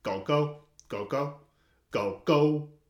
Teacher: the first tone is a little bit more extended. It's a little bit more articulated, but it's still low, high.